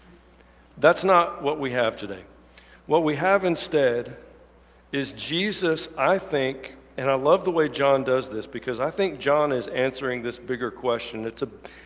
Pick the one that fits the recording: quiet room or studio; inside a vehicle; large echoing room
large echoing room